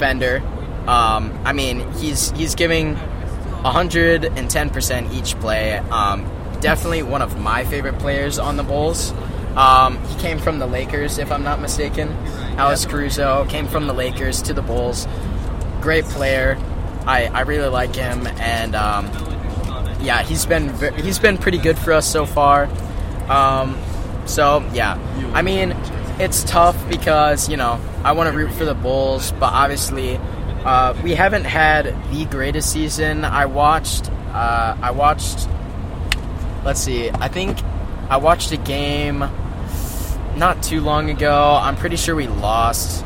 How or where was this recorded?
inside a vehicle